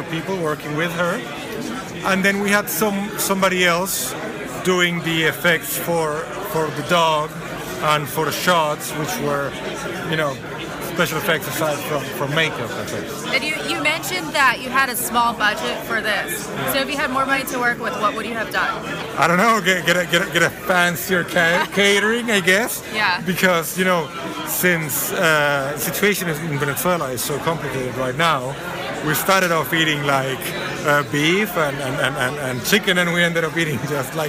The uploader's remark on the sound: Halloween Red Carpet, 2018 Austin Film Festival